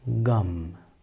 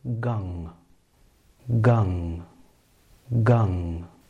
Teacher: The first way is to pronounce the nasal sound as a simple M, gum. The second, more subtle way is to pronounce the nasal sound from the throat area, from the guttural part of the mouth, which will sound as gung, gung, gung.